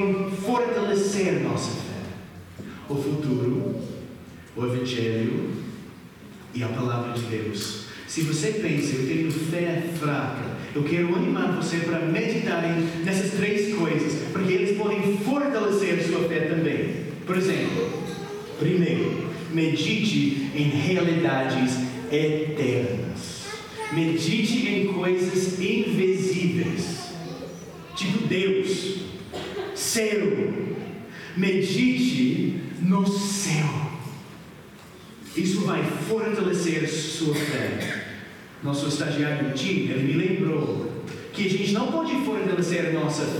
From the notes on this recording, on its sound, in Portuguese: Mensagem gravada na Igreja Batista Jardim Minesota